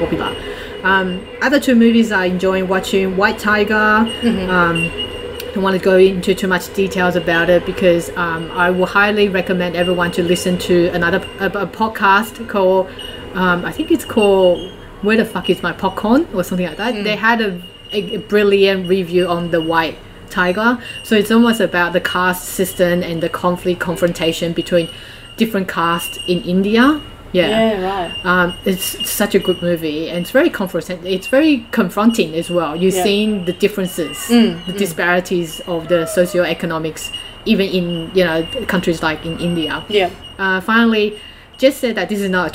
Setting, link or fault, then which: fault, background noise